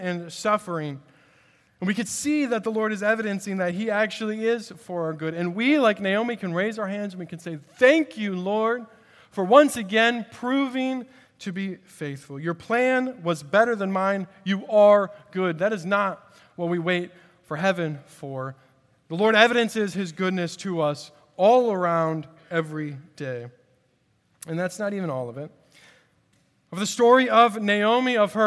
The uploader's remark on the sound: At Redeemer Presbyterian Church in Charleston, SC